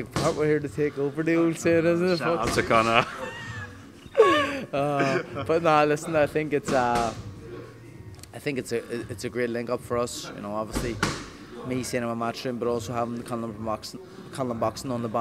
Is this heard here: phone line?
no